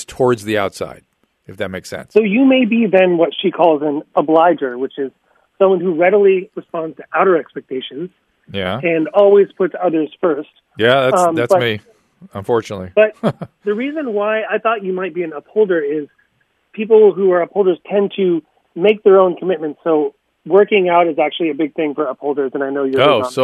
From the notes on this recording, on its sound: Goes one on one with the listeners answering some of their phone calls.